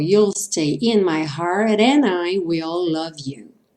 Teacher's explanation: Por questão de métrica aí, o heart juntou com and, e aí o T do heart ganhou aquele som rarara